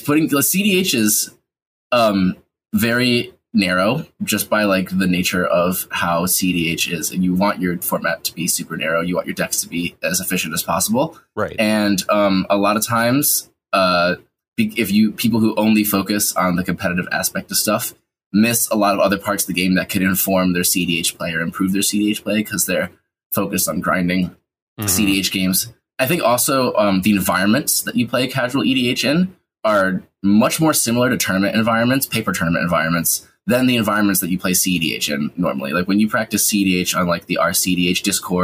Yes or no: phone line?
no